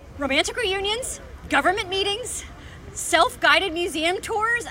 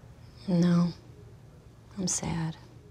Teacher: It's fast, it's a lot of pitch variability, the voice has a bright kind of timbre to it. · Shown in: first take · Term: happy voice